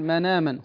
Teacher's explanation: نقلت حركة الهمزة وهي الفتحة إلى الساكن قبلها وهو النون، وحذفت الهمزة للتخفيف فقلت مناما هكذا. · Term: النقل